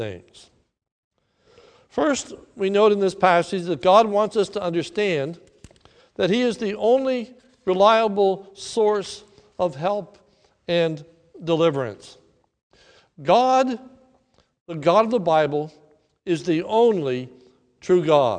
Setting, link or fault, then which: setting, large echoing room